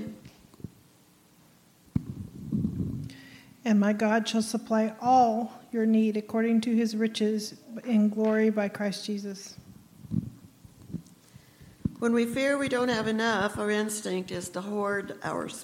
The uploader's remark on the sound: recorded on December 2, 2023, at Ringgold Seventh-day Adventist Church